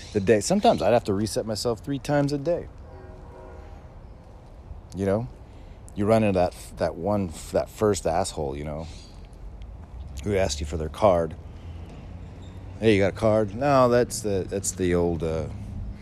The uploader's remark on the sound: Coming to you live from an alleyway in Roseville